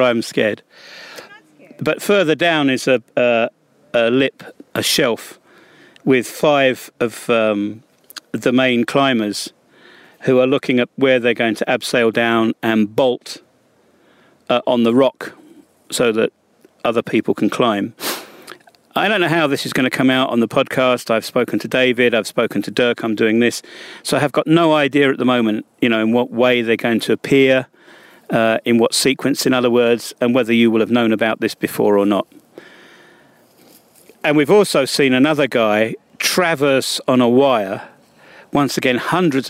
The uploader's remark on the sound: On the Rock Face at the Drill and Chill Festival near the Banja Luka.